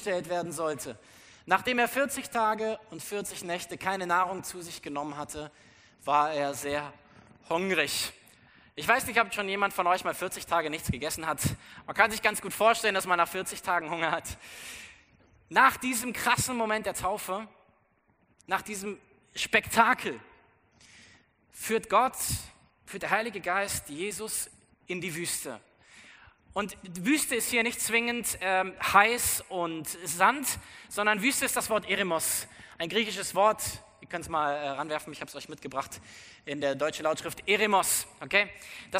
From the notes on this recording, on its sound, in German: aus unserem Gottesdienst am 14.